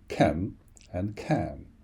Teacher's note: With the next word, can, you will find that the pronunciation of the vowel A, the sound between the C and the N, is slightly longer than in other languages. For example, look at the difference between ken and can.